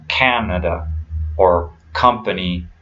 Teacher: The PA in company has this reduced vowel sound.